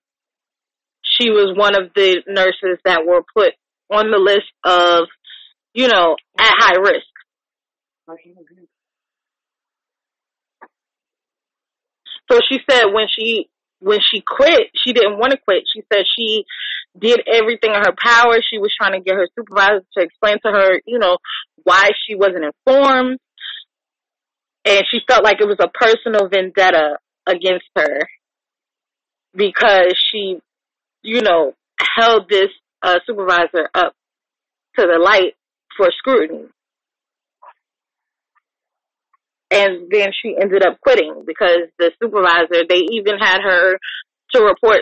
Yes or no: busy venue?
no